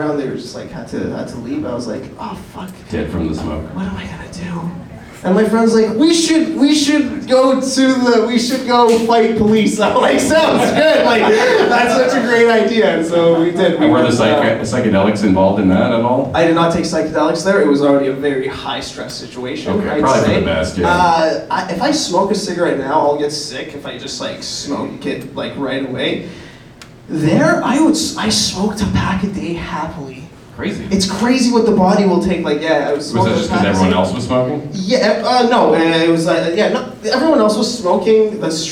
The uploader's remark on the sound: LIVE at Yuk Yuk’s! Recorded at Yuk Yuk's Ottawa in front of live audience. Our soundboard audio ended up being unusable due to us having no experience recording off a live venue soundboard... Thankfully we had an extra camera running in the crowd and the sound from that ended up being pretty decent!